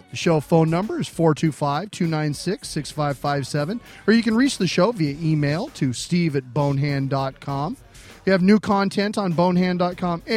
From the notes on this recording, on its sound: a "King" size episode straight from the aisles of Emerald City Comicon 2012